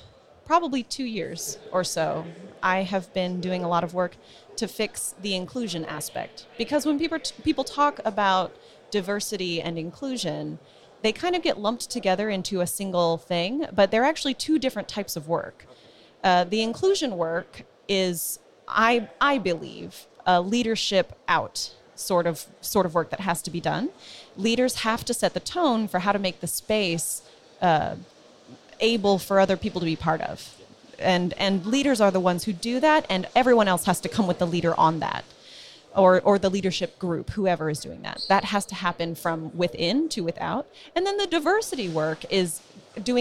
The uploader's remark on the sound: This is another one of the talks that the WP&UP team recorded during WordCamp Europe 2019. We’re back in the corridor, surrounded by approximately 3,000 WordPressers, so you’re going to have to cope with the background noise… and children!